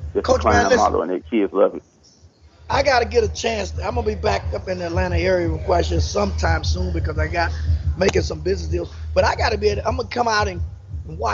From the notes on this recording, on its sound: live from Pizza Bar in Atlanta